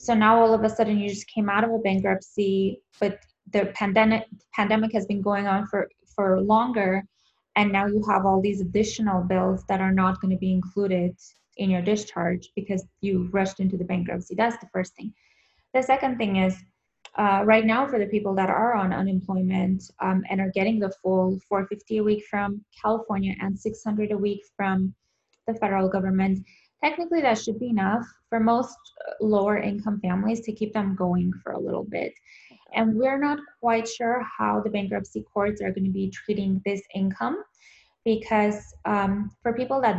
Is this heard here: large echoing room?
no